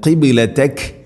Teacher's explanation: ഖാഫ് ഉച്ചരിക്കുന്ന സമയത്ത് തൊണ്ടയുടെ മുഗൾ ഭാഗവും കഴിഞ്ഞ് ചെറുനാക്കിൻ്റെ ആ ഒരു ഭാഗമാണ് ഖാഫിൻ്റെ മഖ്റജ്